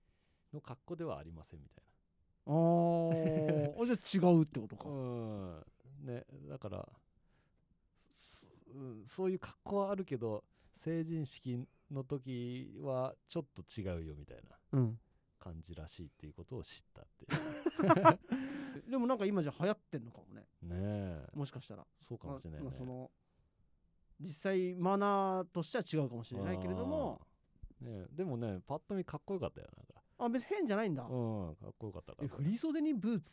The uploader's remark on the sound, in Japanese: 今回の収録はハンドマイクの為若干音量にばらつきがあります